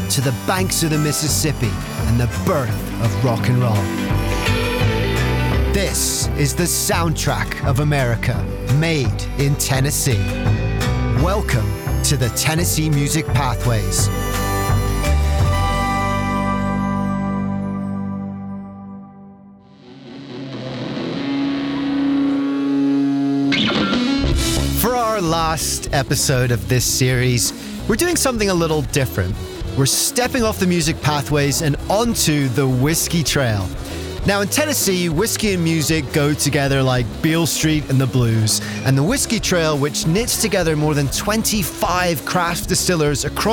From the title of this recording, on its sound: On Location on the Tennessee Whiskey Trail